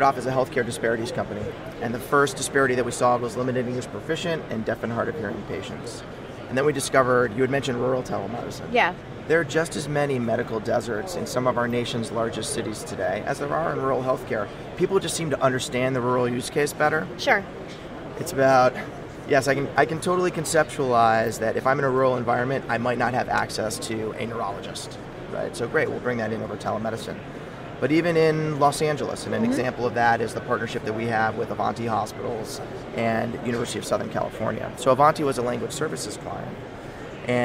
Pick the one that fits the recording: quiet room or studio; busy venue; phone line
busy venue